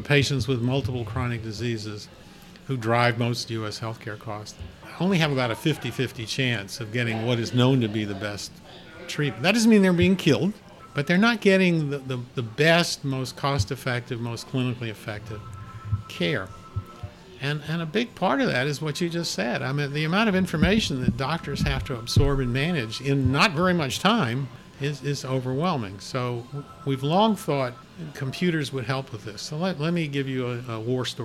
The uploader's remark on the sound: We recorded on the porch of Gebhard's Beer Culture Bar.